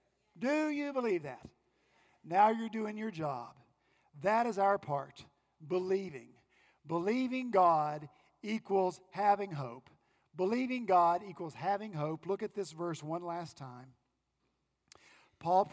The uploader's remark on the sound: At Redeemer Presbyterian Church in Charleston, SC, our senior pastor continued our Advent sermon series.